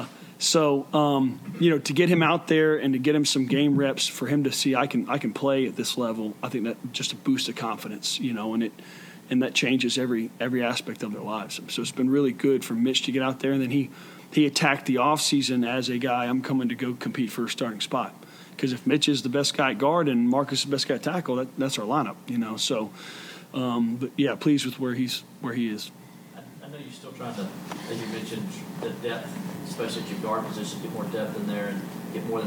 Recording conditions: busy venue